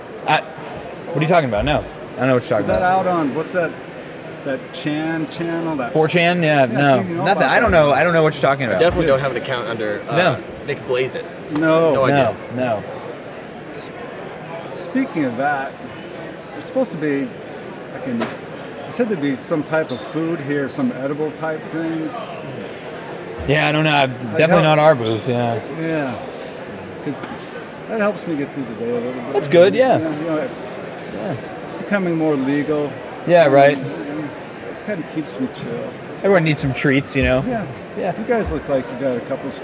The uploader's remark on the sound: Erie ComiCon 2022 Hot Mic Interviews! We share our hot mic interviews with other Star Wars fans at the Erie ComiCon!